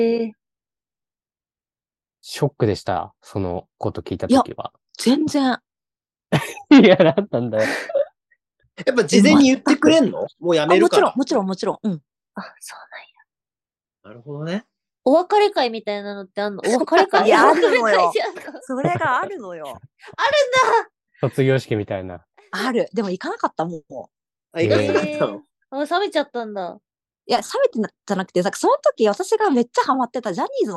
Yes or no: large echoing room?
no